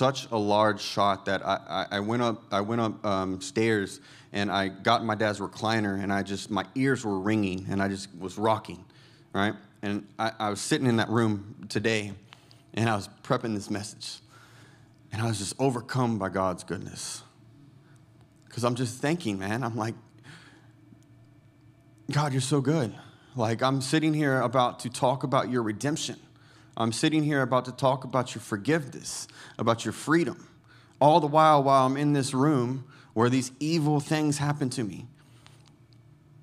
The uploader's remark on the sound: Recorded Sunday evening service at Reunion Hawaii